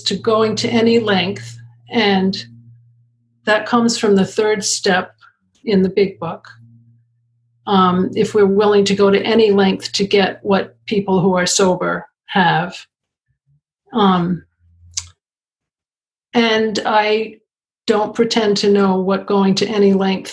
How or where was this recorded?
video call